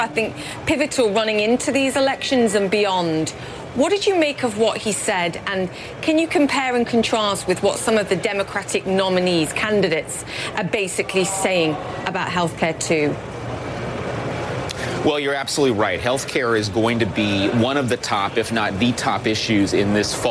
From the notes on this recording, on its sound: live from the New York Stock Exchange